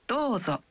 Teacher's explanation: Saat Anda mengatakan Dozo, Anda mengucapkan vokal O dalam Do satu ketuk lebih panjang.